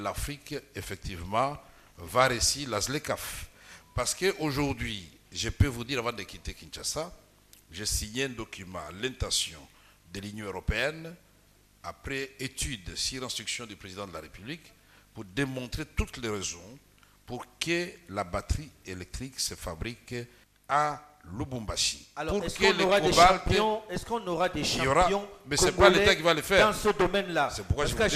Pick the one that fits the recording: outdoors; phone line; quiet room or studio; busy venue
busy venue